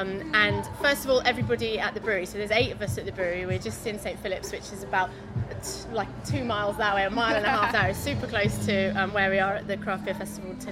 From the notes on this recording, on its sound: While at Bristol Craft Beer Festival